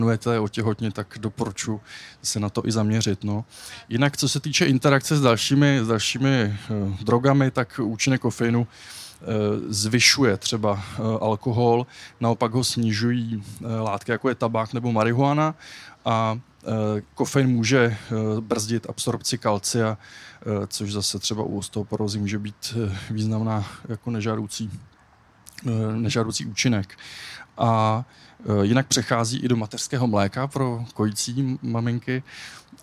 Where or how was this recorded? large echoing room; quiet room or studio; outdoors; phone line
outdoors